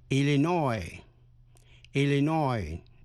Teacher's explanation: Nhấn mạnh vần cuối